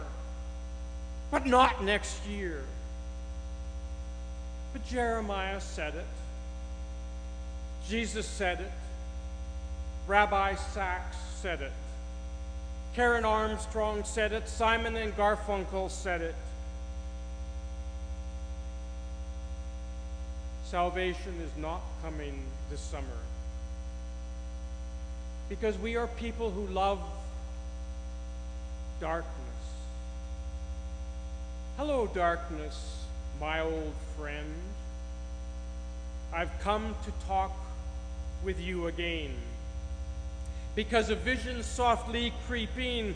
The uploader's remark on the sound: The audio quality of this week’s podcast contains a buzz, due to microphone issues.